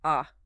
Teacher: Typically, an acute accent means high tone, like ah.